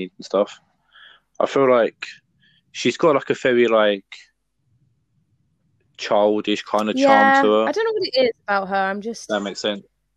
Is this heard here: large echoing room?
no